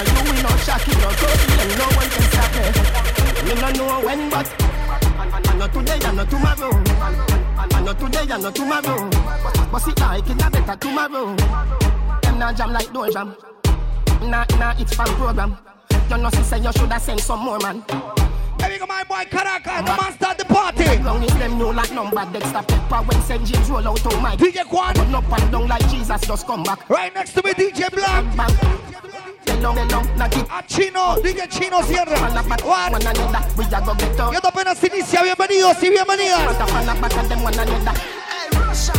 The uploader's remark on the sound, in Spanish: 2 horas grabadas en el aniversario de bongos